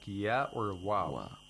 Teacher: it means that you have a short vowel plus a semi-vowel. · Term: diphthong